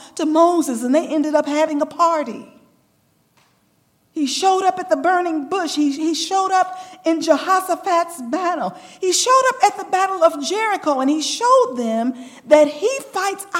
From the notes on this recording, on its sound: recorded June 2, 2023, at Ringgold SDA Church.